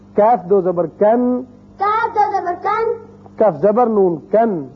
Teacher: یہ تھی مثالیں دو زبر تنوین کی، کہ آپ جب پڑھیں گے تو ایک زبر نون مجزوم کی طرح کی آواز نکلے گی